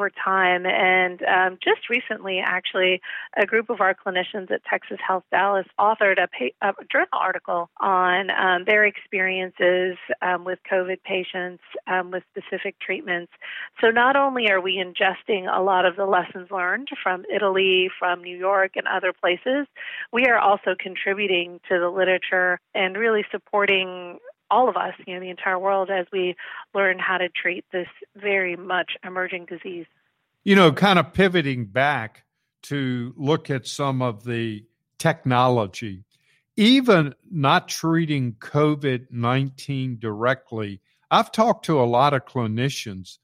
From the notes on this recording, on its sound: The first part of the interview was recorded in our offices before Covid hit full-force. Joined us by phone for a current update in the second part.